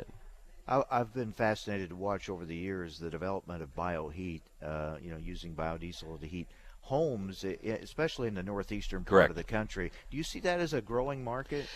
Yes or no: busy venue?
yes